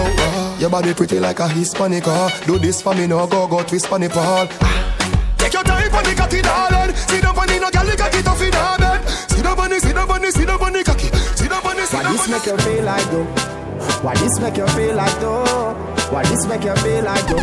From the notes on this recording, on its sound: LIVE AT ISLAND SATURDAYS. LIVE PARTY AUDIO!